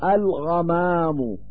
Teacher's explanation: فظهرت اللام مع الغين · Term: الإظهار القمري